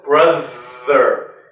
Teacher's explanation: You get a vibration happening, and that's the th.